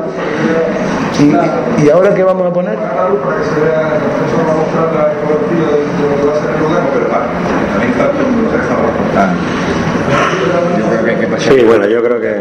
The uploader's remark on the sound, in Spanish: Rueda de Prensa Rock Coast Festival 2012.